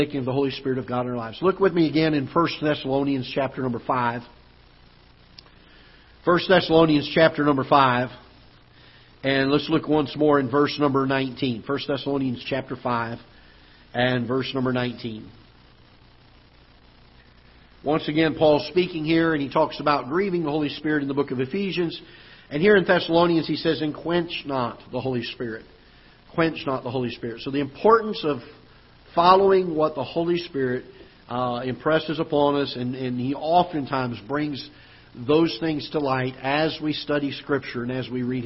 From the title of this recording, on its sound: Ketha Heights Baptist Church ~ Live Broadcast